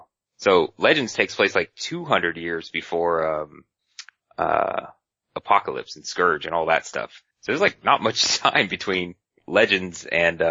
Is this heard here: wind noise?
no